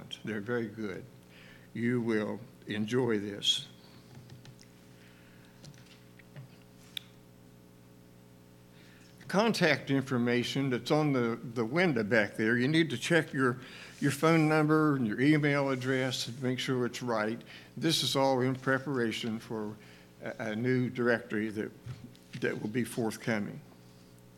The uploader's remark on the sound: Sunday Morning Service - 03/05/2023 - Audio